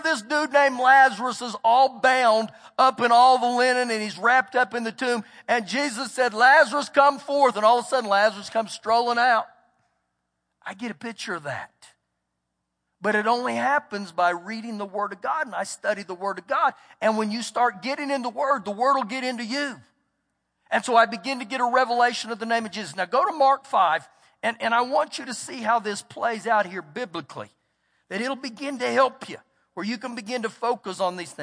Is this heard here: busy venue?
no